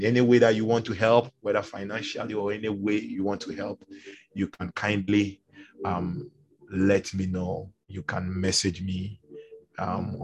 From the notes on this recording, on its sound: Zoom meeting.